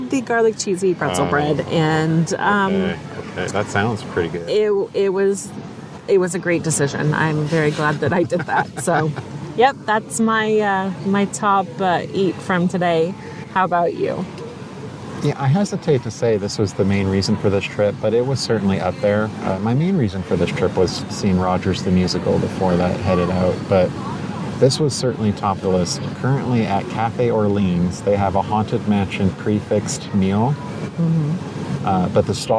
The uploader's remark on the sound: Live from Disneyland Park. At Cafe Orleans.